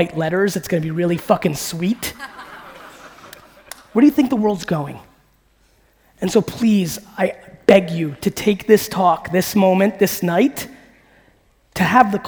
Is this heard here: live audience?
yes